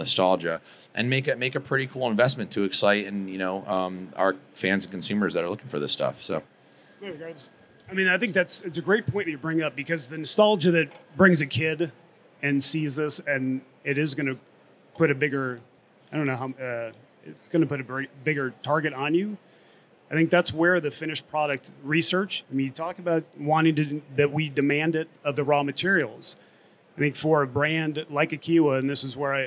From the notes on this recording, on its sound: At SupplySide West 2024, one of the biggest events was a panel discussion held at the Kyowa Hakko USA booth.